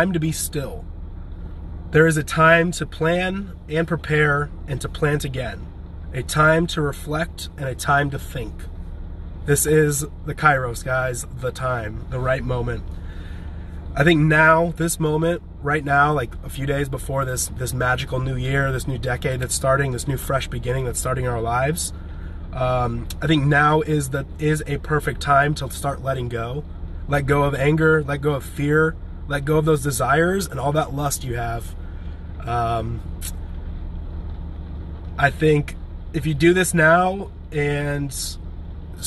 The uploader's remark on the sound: This is a livestream recorded on Instagram from my "home" in a parking lot in Brentwood, Tennessee.